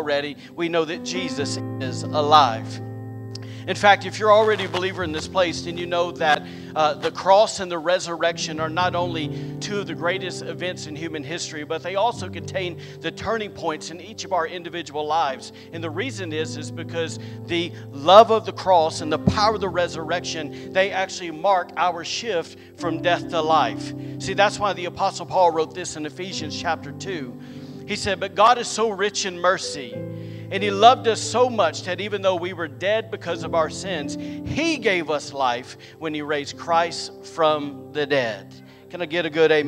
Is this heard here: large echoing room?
yes